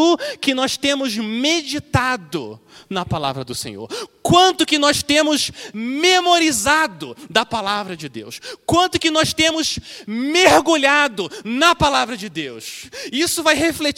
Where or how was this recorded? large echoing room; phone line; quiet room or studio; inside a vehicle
large echoing room